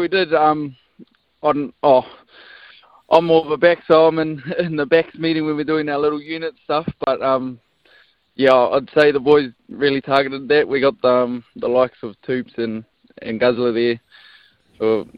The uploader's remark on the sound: was all smiles on the phone this morning